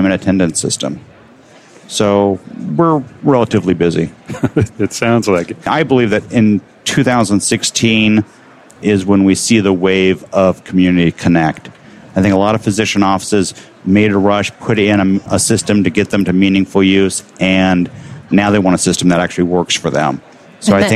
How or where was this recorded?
busy venue